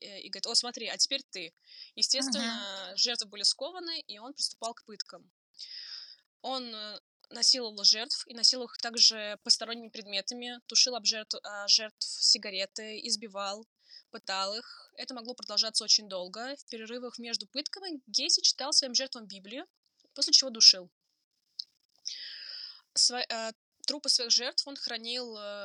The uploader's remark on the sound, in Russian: В этот раз мы попробовали программу для записи подкаста и пребываем в ужасе от качества записи.